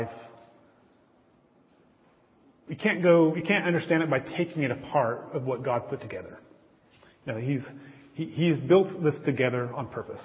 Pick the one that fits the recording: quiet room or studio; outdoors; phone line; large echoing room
large echoing room